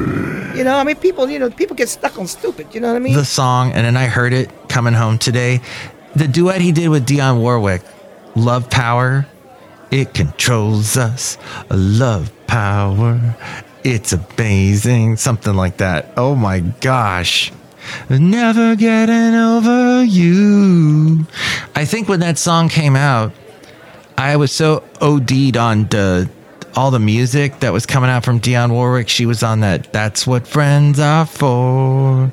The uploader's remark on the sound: podcasts live from Café Anyway